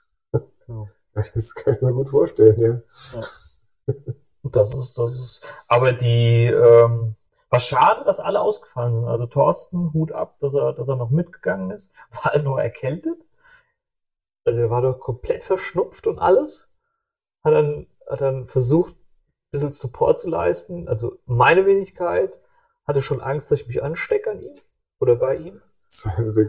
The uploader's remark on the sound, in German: leider kein grandioser Ton